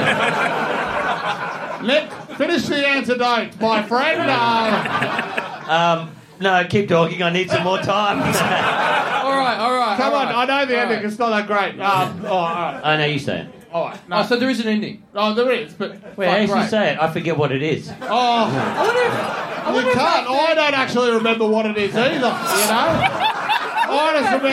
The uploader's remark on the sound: SYDNEY! Big live podcast and stand-up show.